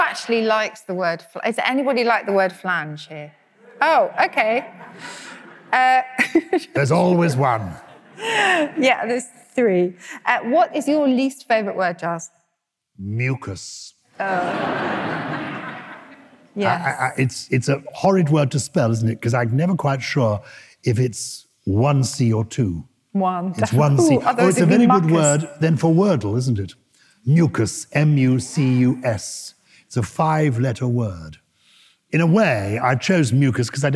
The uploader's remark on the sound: Recorded live at the first of our London shows at the Cadogan Hall.